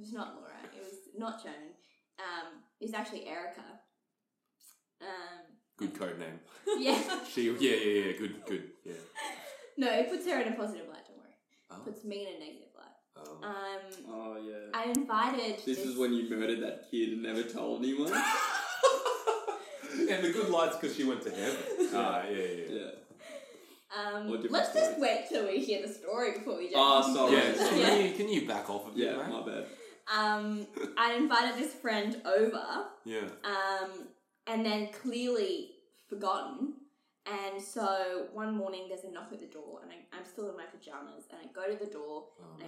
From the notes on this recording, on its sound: Apologise about the echo, were still testing our setup!